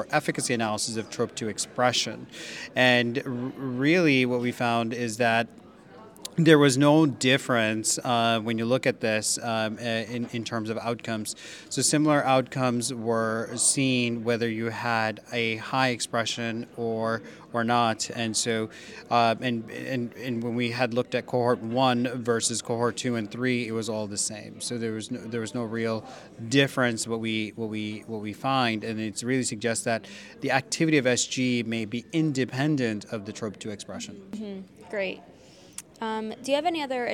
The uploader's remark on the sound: live podcast from the 2023 American Society of Clinical Oncology (ASCO) Annual Meeting